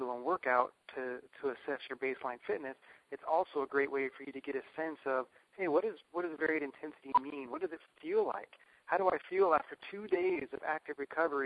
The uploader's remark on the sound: I had the opportunity to get on the phone with the creators of the new TACFIT Firefighter Program.